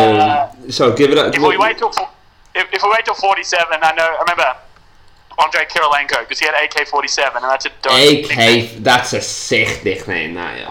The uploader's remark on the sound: This week we have our first call in guest.